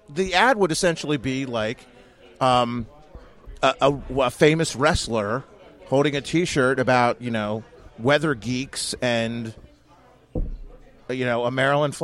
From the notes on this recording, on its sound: Red Maryland Radio Special from the 2018 MDGOP Fall Convention. Includes additional content not included in the Red Maryland live video feed of the event!